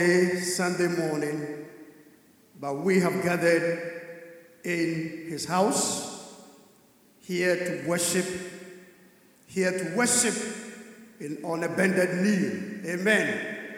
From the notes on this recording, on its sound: Sermon preached at CBC Shiashie Campus